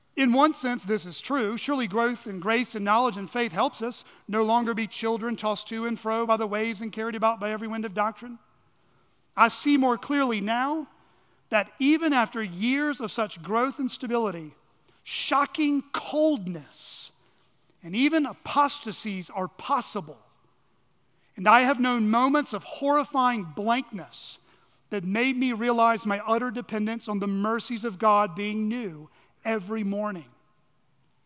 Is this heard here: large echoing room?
yes